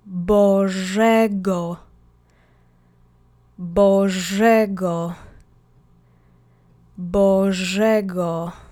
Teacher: And I'm accenting the second syllable.